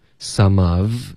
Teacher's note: some 跟 of 呢会连读 some of 然后这个 v 的音就给省了